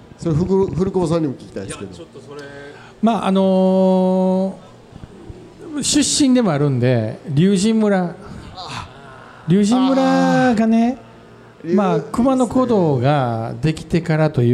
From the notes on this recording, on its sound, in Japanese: 今回の配信はArcade in 那智勝浦2023で行われたkisen radio presents Arcade RADIOの公開収録4回目です。